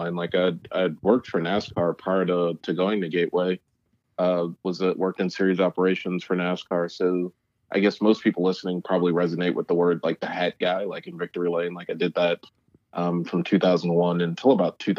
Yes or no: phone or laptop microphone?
no